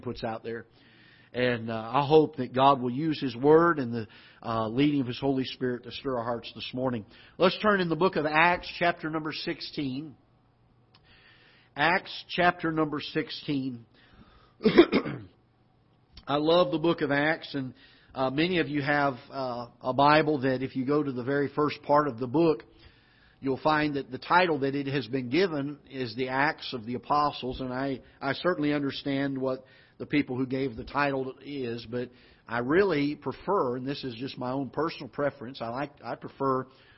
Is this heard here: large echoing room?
yes